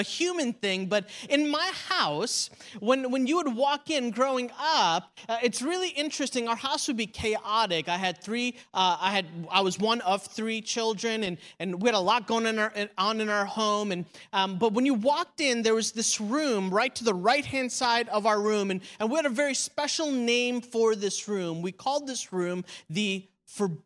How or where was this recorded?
large echoing room